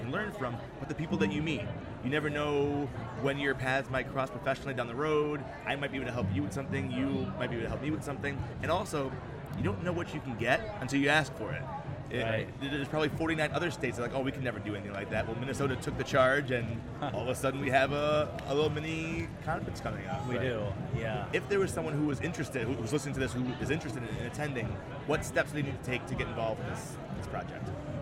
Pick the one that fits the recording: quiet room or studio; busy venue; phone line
busy venue